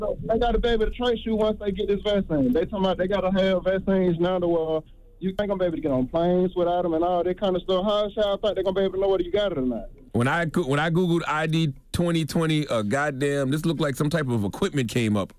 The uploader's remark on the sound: they opened up the phone lines